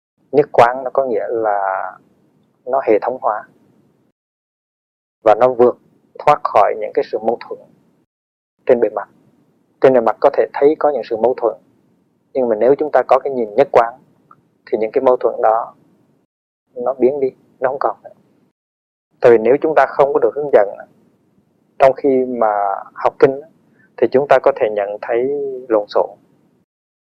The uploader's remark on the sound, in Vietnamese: Do kĩ thuật thu hình thời đó còn lạc hậu nên chất lượng âm thanh và hình ảnh khá hạn chế